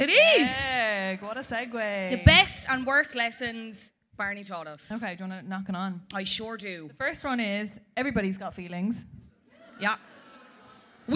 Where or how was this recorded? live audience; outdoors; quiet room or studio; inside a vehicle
live audience